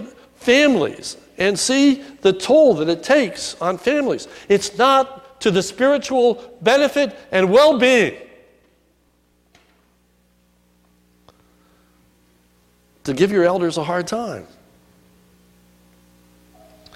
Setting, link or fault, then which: setting, large echoing room